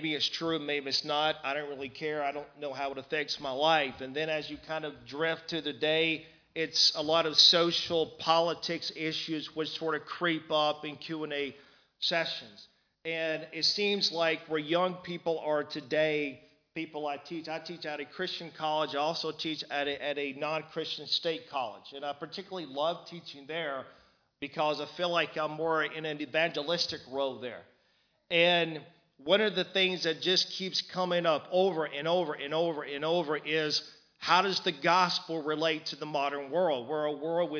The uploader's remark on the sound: Recorded live in Liberty Church on 30th June 2019